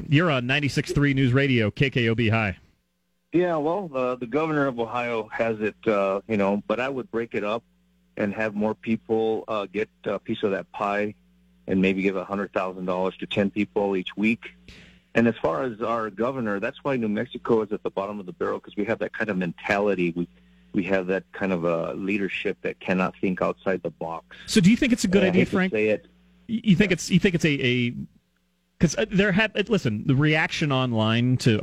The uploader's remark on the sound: takes your phone calls on News Radio KKOB